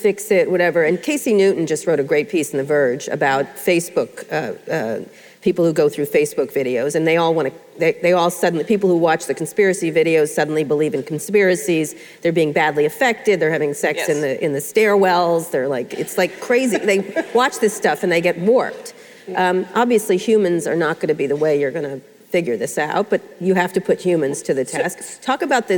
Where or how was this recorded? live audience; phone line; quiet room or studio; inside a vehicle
live audience